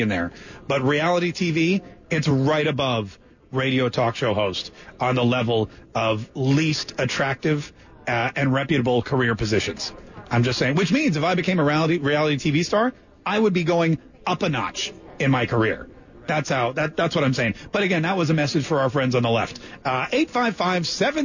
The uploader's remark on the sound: LIVE at the Video Marketing World convention in Dallas TX, and taking your calls.